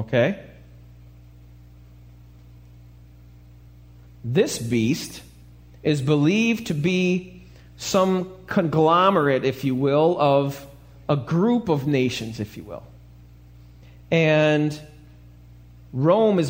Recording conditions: large echoing room